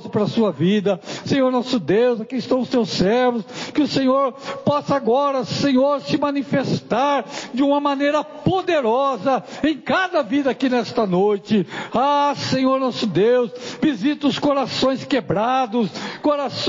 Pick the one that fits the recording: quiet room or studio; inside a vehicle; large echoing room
large echoing room